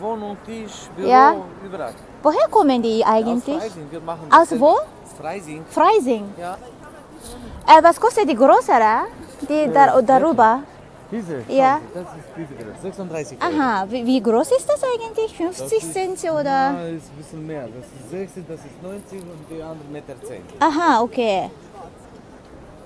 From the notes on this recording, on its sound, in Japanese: 珍しく早朝に街に繰り出し、ひっそり声でのパン屋カフェ配信から始まり、ミュンヘンで毎年販売されている30-50cmの可愛いサイズの卓上本物ミニツリーを買いにOdeonsplatzへ。販売員の方とのドイツ語やりとりや、買い物後のストリート生演奏がまさにクリスマス！たった半日のミュンヘンでの日常音声。